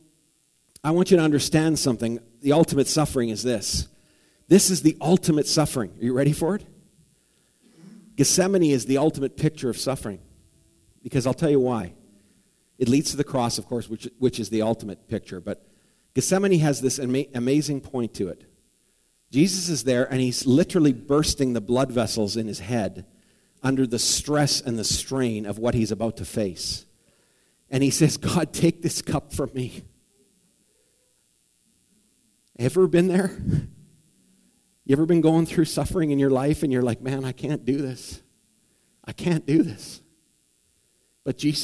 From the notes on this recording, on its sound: preached at the Morinville Alliance Church.